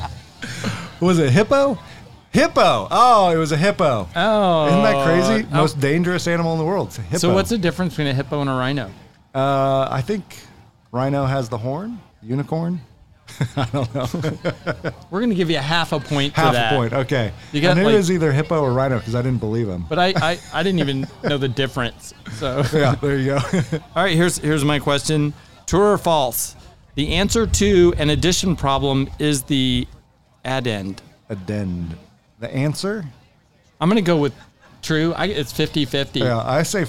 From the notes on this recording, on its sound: Recorded from the Super Celebration 2023 in Townsend TN